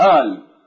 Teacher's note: بعض المصريين وبعض الشاميين، أيضا يقلبون القاف إلى الهمس فيقولون آل